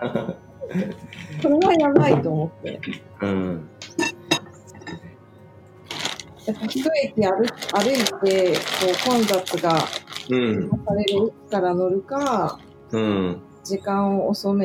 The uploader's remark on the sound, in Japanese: オンライン越しの朝から聞こえる、鳥の声。平日の朝8時、それぞれのSoloランニングから帰宅したメンバーとオンラインスタジオで集い。